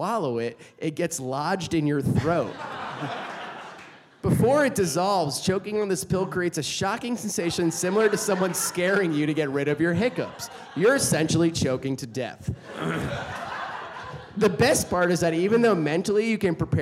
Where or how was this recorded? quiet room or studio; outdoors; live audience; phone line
live audience